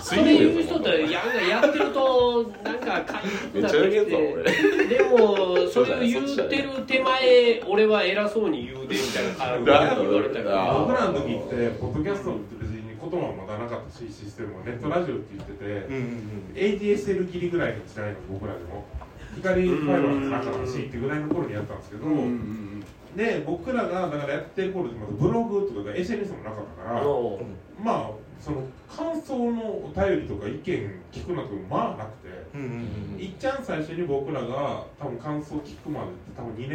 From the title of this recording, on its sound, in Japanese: 紅鶴イベント収録